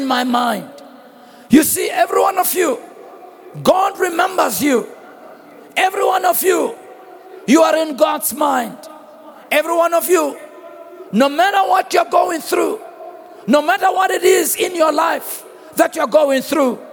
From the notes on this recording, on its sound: Preached at the Annual Good Friday Celebration held at Orlando Stadium on the 07th of April 2023.